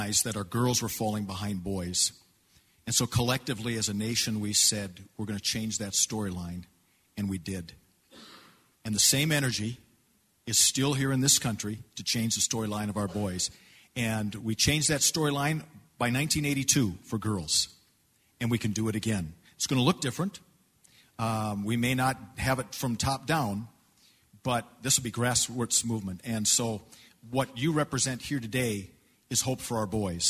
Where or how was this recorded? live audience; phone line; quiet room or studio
live audience